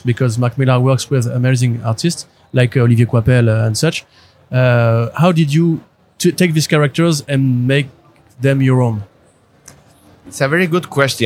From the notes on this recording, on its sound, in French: Au cours du Paris Fan Festival qui se tenait au mois d'avril passé. Au cours du Paris Fan Festival qui se tenait au mois d'avril passé.